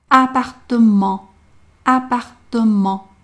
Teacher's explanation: 注意这里的辅音，t，遇见了元音， e 变成不送气的读法 · IPA: [apartəmɑ̃]